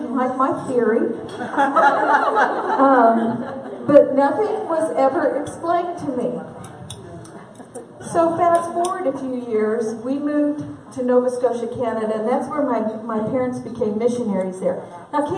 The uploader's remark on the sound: at our 2017 Women's Conference Luncheon